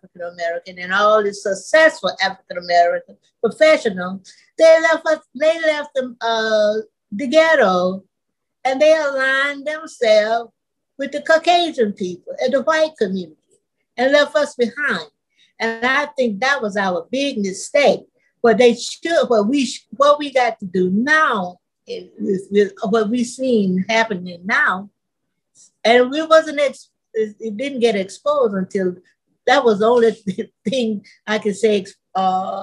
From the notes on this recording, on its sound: Apologies for the minor audio glitches which appear towards the end.